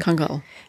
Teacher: Und das L geht in die Kehle. So. Ja, genau.